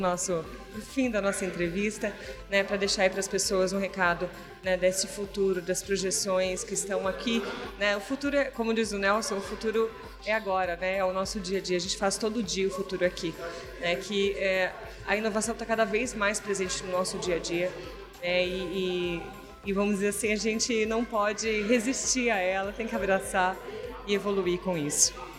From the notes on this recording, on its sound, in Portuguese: em entrevista no evento de 10 anos do Parque Tecnológico de Sorocaba